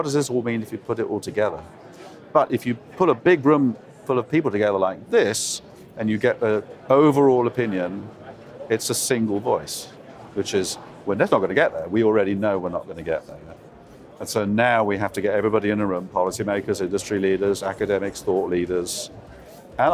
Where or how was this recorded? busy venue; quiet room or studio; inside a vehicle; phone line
busy venue